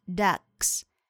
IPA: dʌks